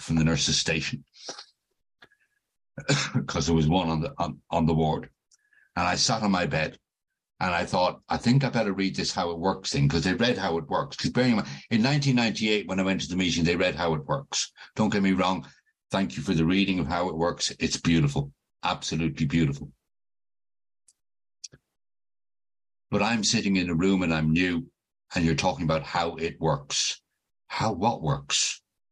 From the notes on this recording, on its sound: This zoom meeting was recorded at the Magical Mystery Tour meeting in January of 2022.